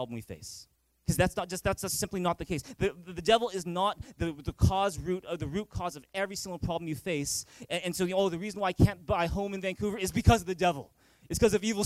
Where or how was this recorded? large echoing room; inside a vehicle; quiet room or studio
large echoing room